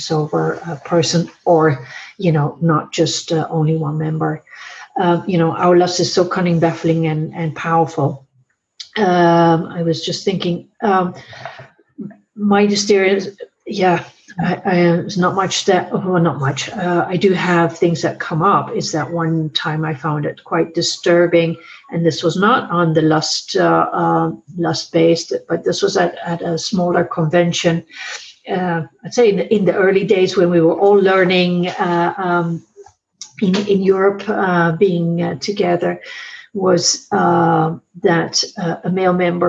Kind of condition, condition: link, video call